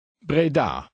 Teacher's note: In number 14, the stress is on the last syllable, the da.